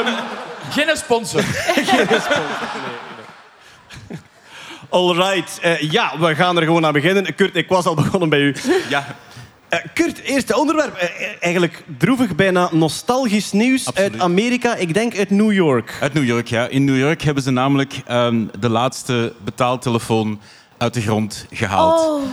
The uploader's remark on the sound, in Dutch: Live vanop het Nerdland Festival!